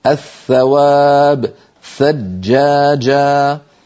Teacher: فالثاء والذال أيضا على القارئ أن يضع طرف لسانه على طرف أسنانه الأمامية وهي الثنايا العليا، ولكن لاحظوا أن مؤخرة اللسان لا ترتفع، فليس ثمة في الذال والثاء ارتفاع لأقصى اللسان